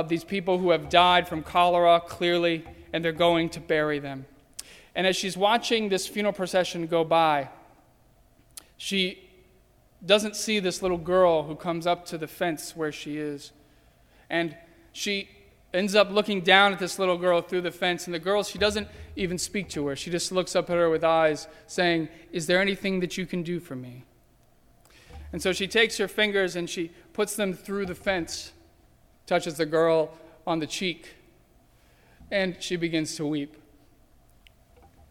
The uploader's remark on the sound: During the Heritage service (11:00 am). At First Presbyterian Church of Arlington Heights, Illinois.